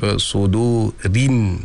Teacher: kalau ra itu di baris bawah kan bunyinya ri, dia bukan re. Jadi maknanya setiap baris bawah itu akan dibunyikan dengan i, dia bukan e.